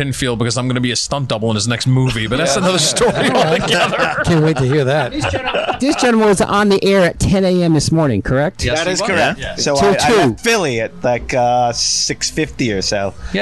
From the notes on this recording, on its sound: records LIVE from The Saint in Asbury Park, NJ